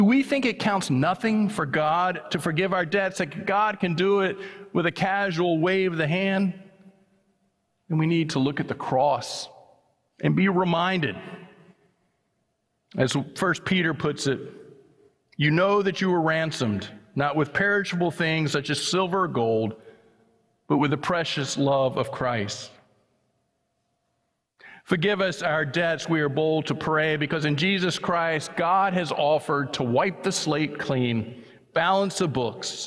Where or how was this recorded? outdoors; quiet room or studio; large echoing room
large echoing room